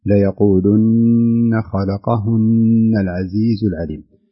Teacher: النون تكون مشددة بمقدار حركتين، يعني مقدار وقت الغنة يأخذ حركتين، يعني ما يقارب من أقل من ثانيتين تقريبا. · Term: النون المشددة